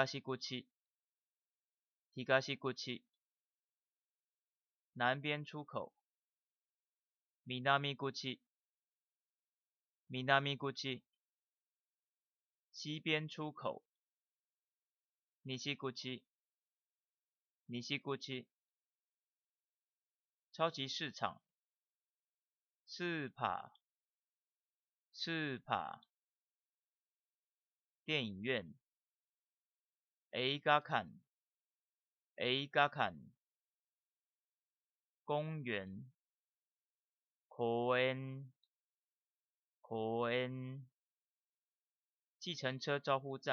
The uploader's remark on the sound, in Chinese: 本集嘗試用麥克風收音以抑噪，音量雖較小但適合耳機收聽